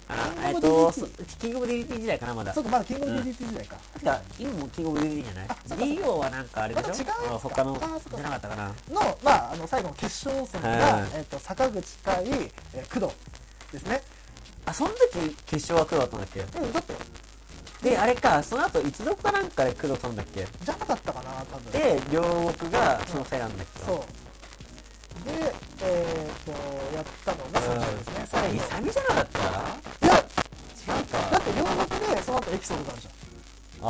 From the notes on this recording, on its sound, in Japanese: 今回の音源は音質が悪いため、ご了承の聴取ください。無観客公開収録第2部の模様をお送りします。